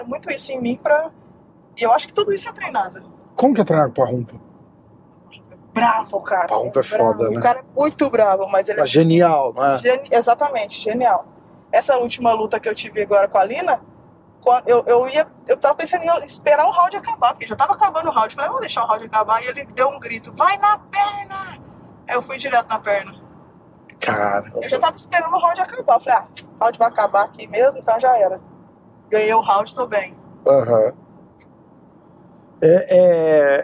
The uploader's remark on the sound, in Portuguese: Demos uma volta pelas ruas de Boa Raton.